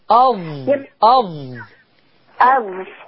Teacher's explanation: ولكن لا تحرك الضاء فيها رخاوة. الضاء حرف رخو.